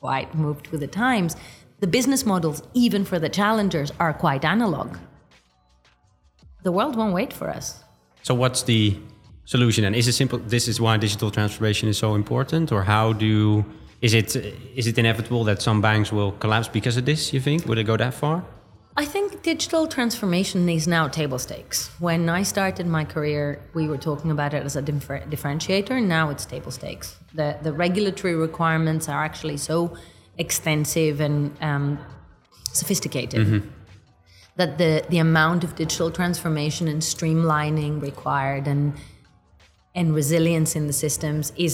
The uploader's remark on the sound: Coming live from Money20/20 Europe.